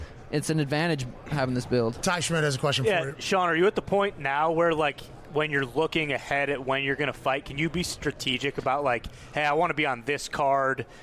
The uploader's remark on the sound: LIVE from radio row in BEAUTIFUL Phoenix, Arizona kicking off Super Bowl week in tremendous fashion. Swung by the stage.